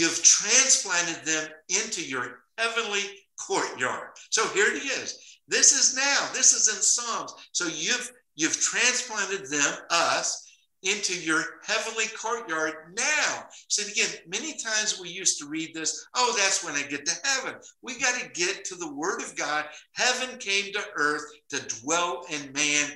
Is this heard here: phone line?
no